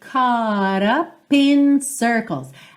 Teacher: Percebe como esse ca fica um pouquinho comprido